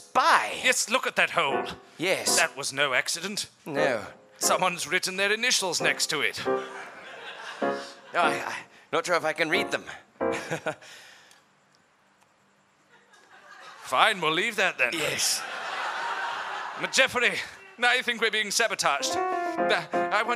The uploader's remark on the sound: For this show, the audience suggestions were...